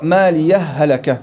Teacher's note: وكيفية إظهار الوقف على هاء مالية وقفة لطيفة من غير تنفس · Term: السكت